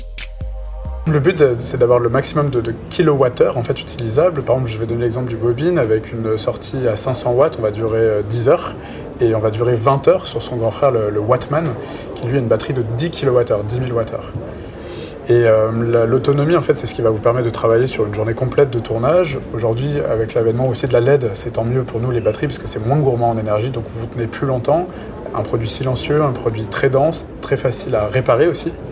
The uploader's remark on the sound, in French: Lors du 76ème Festival de Cannes, nos partenaires Pess Energy et Innport nous ont permis d'utiliser la batterie Wattman afin d'alimenter notre régie et notre plateau des CanneS Technique.